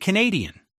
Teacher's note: may be reduced to a syllable that starts with a glide sound with a schwa and says yun, as in Canadian.